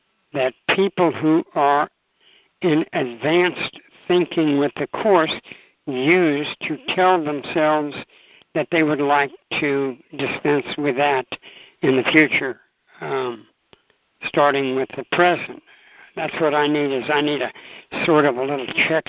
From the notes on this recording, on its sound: ACIM Daily TEXT Conference Call